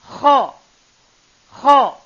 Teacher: Yang kita pelajari sekarang, suaranya Kho. tenggorokan paling atas. Tenggorokan paling atas.